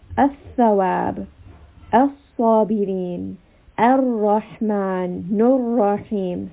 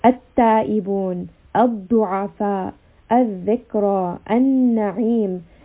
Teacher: you are mixing the sound of the Lam with the next letter · Term: Idgham Shamsiya